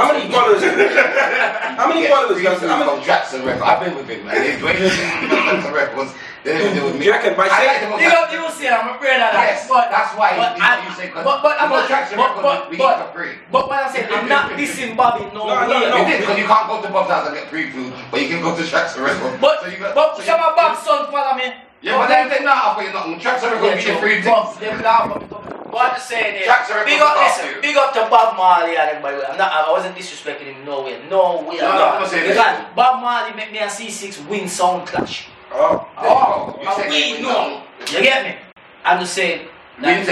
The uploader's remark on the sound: Messed up the recording.